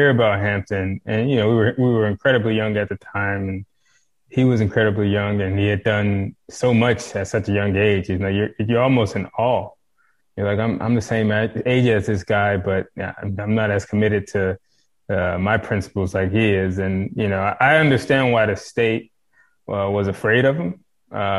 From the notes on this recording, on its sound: joined me over Zoom